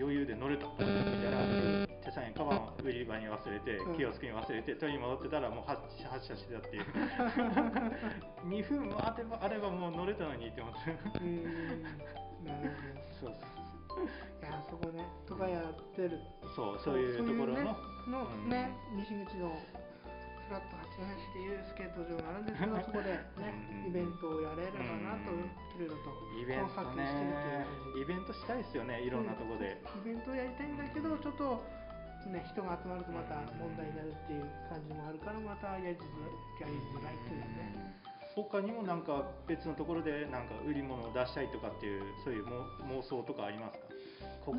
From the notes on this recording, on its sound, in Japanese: 雑音が酷く、切った貼ったで うまく伝わらないところもあるかもしれません